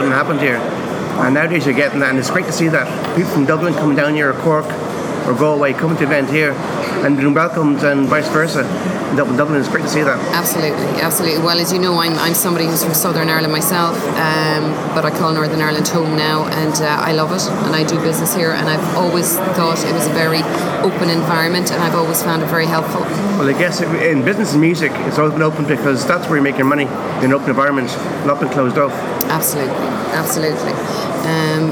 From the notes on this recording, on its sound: in Belfast at the Digital DNA conference